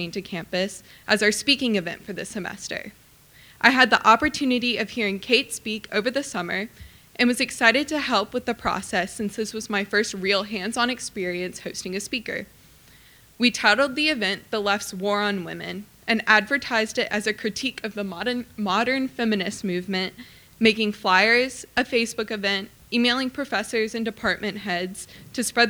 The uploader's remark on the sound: The panel presentation was recorded at CBLPI's North Carolina Women's Summit in Raleigh on October 1, 2016.